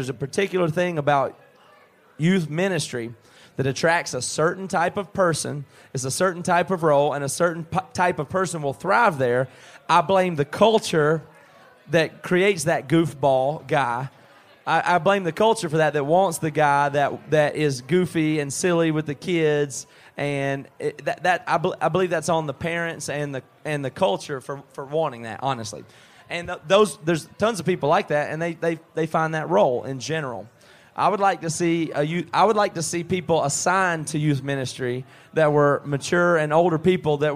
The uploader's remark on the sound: Live From a Pub in Toowoomba, Australia.